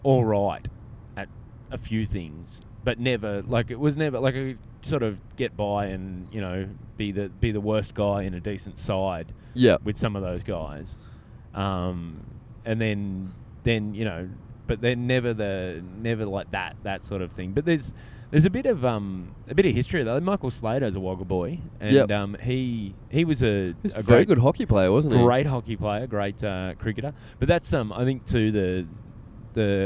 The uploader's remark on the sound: Recorded on the drive between Port Macquarie and Sydney.